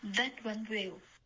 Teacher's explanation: Will 结尾变成呜的音了，不要嘟嘴